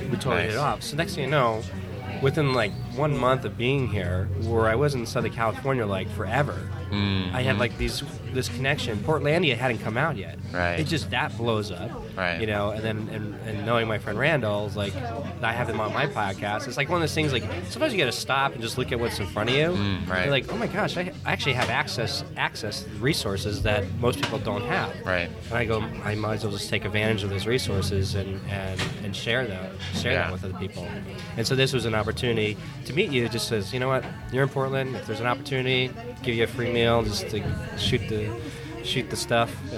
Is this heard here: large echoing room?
no